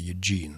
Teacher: это имя по-английски звучит с ударением на втором слоге